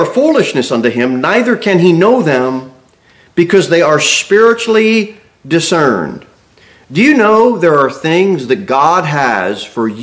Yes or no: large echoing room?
yes